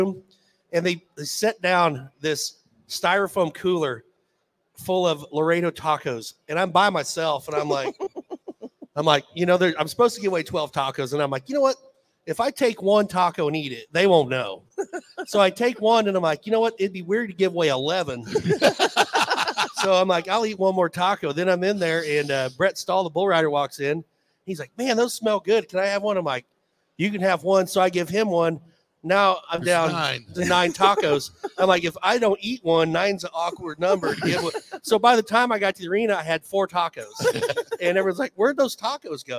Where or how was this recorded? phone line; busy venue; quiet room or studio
busy venue